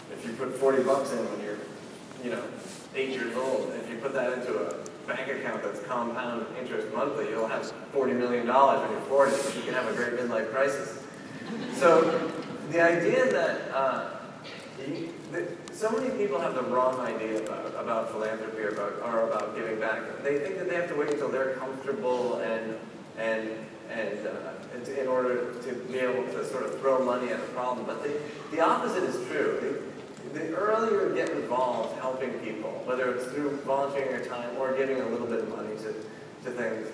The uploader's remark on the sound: opening keynote at #PRSAIcon